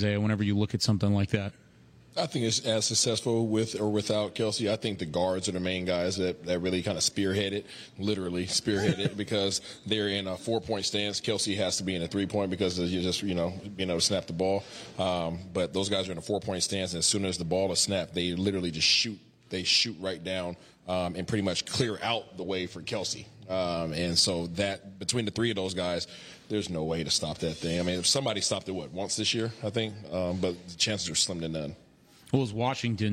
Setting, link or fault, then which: setting, busy venue